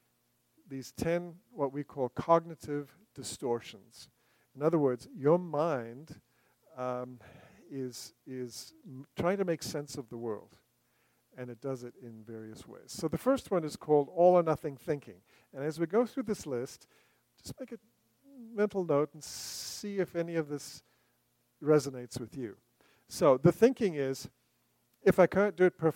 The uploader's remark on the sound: recorded September 28, 2023, at Ringgold Seventh-day Adventist Church.